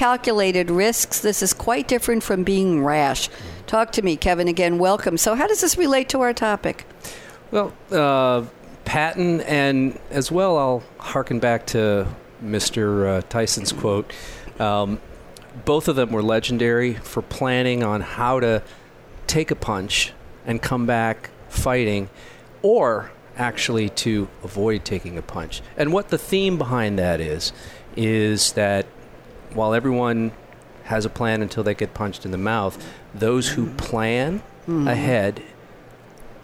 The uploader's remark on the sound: Live from Sap Sapphire Now 2017